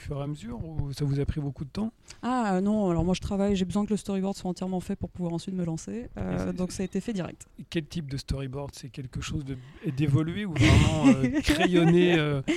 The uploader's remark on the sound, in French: lors de la dernière édition du festival Formula Bula à Paris.